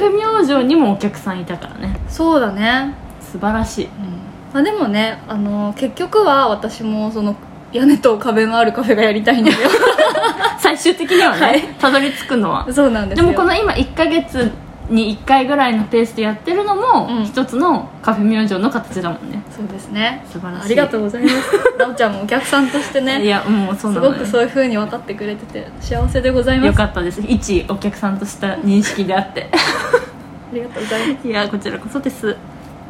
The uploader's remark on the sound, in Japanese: 公開収録回